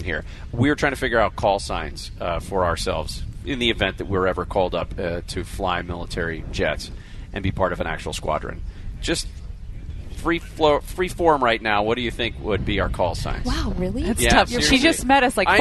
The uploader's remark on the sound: We are LIVE from the Great Pacific Airshow in Huntington Beach all day today!